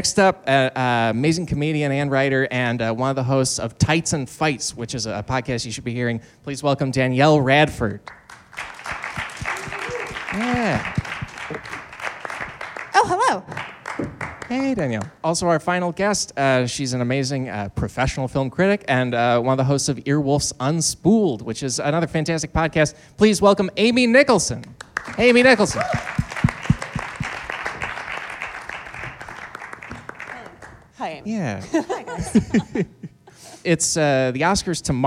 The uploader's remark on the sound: This LIVE episode from the UCB Sunset Theatre in Los Angeles.